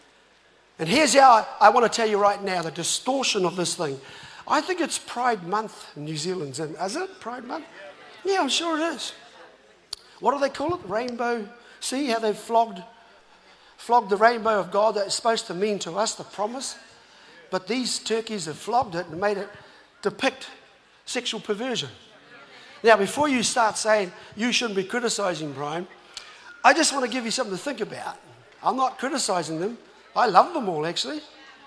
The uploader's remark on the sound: was recorded live From Destiny Auckland